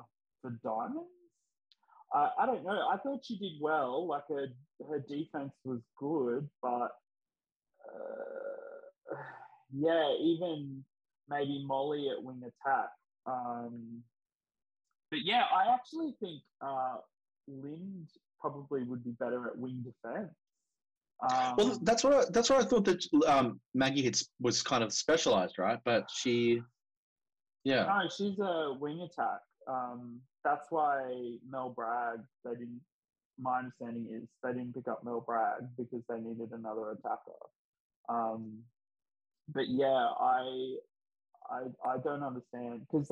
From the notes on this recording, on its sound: WARNING: We had major issues with our recording for this one, unfortunately! You'll be listening to a Zoom call. Sorry about the audio!